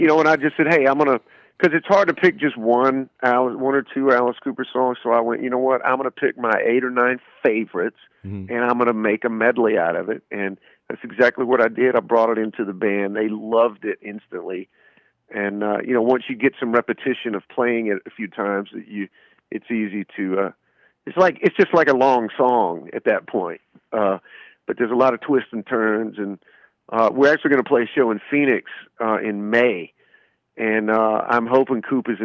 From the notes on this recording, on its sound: to call in and give an exclusive interview!